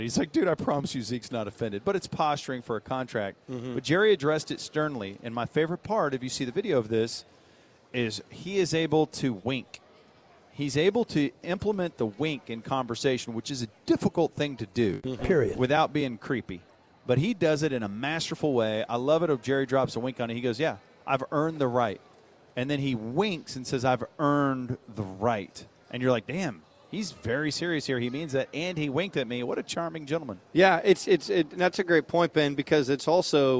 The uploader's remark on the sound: live from training camp at The Star in Frisco